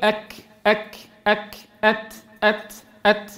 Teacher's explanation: يعني ليستا في زمن واحد، يبدأ الحرف شديدا وينتهي مهموسا من غير فصل بين الزمنين · Term: شدة همس